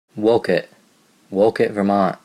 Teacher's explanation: a strong glottal stop, dropping the T's, but not a lot else